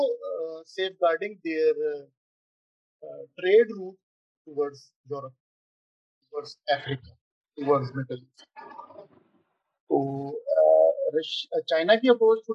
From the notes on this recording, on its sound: I apologize in advance for the background noise in this episode. I tried to resolve the issue but I know it still persists.